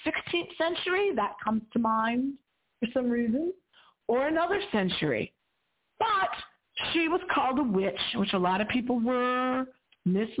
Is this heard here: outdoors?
no